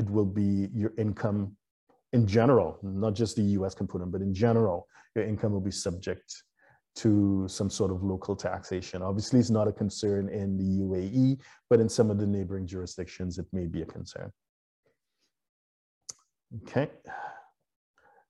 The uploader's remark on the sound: (LIVESTREAM). For those joining us on Zoom. What you guys have come to this, to this live stream, you have questions.